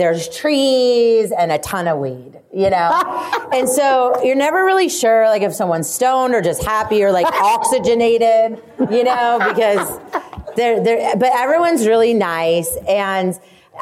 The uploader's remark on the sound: LIVE from ISSE